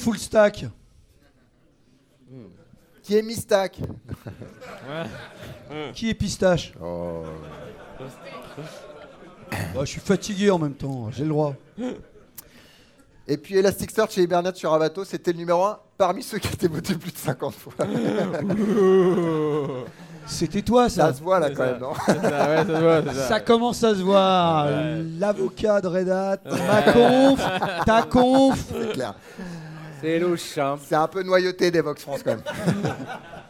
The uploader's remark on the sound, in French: L’enregistrement en direct des cast codeurs en clôture de Devoxx France